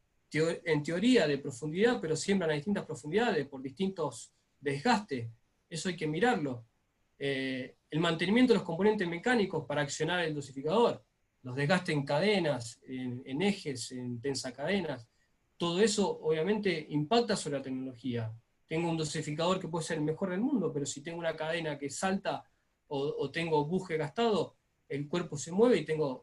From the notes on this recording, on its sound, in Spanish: JORNADA REALIZADA VÍA ZOOM. JORNADA REALIZADA VÍA ZOOM.